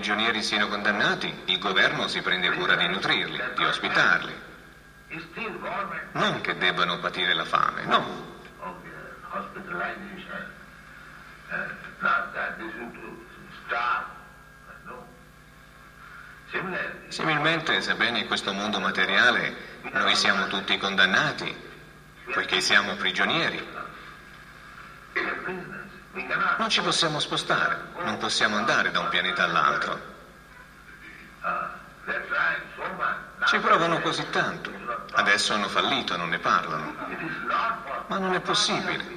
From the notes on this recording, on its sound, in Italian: in diretta dal Tempio di Villa Vrindavana